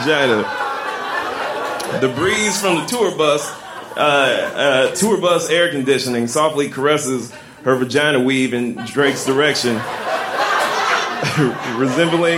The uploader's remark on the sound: Recorded at the Doug Fir Lounge in Portland, OR on Aug 24, 2014.